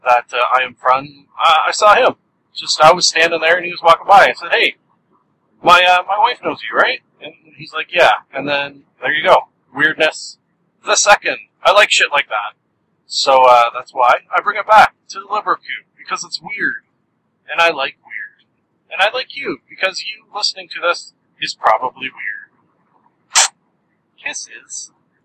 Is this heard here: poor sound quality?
yes